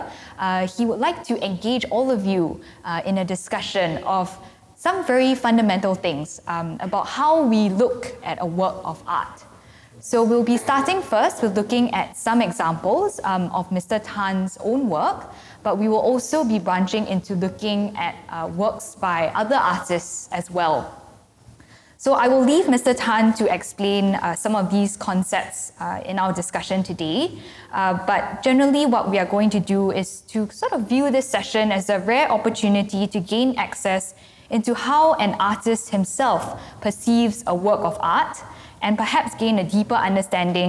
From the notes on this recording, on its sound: It was recorded live in October 2018 at National Gallery Singapore .